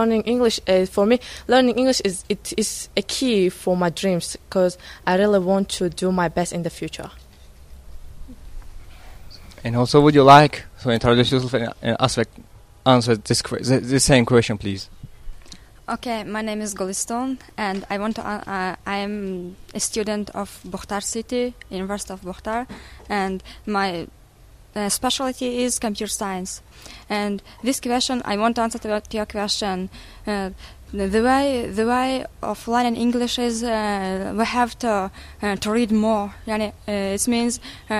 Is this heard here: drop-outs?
no